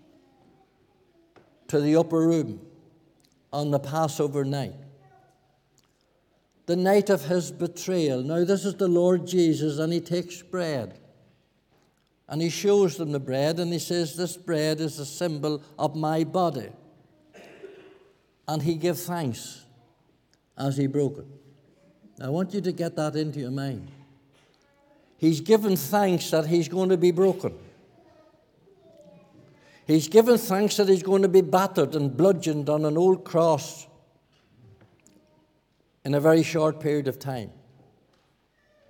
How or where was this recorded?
large echoing room